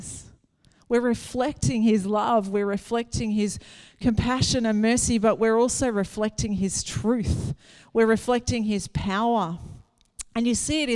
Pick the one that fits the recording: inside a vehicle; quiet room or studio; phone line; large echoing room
large echoing room